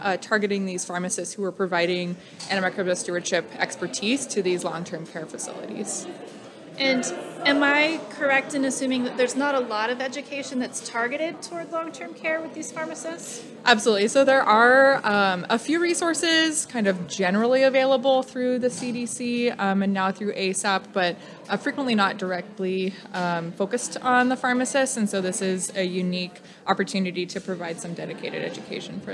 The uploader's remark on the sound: as they interview attendees, speakers and students from the Nebraska Infectious Disease Society (NIDS) 2023 Annual Conference.